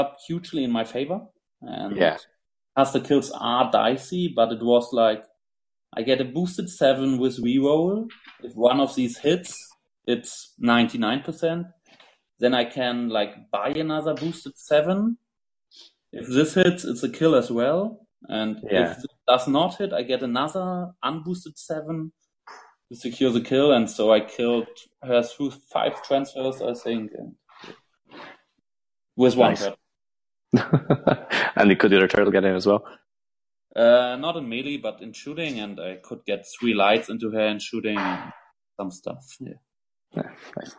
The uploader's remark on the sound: We had some minor audio issues this episode, we should have the issues resolved next record.